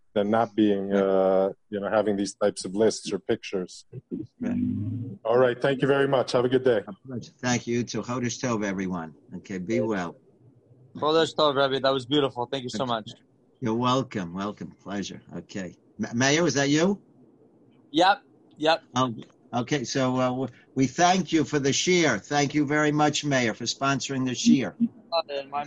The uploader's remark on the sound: Live On Zoom.